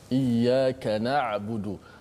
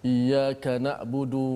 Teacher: Ain yang tempatnya berada di tengah halqum kita. · Shown in: first take · Term: huruf ain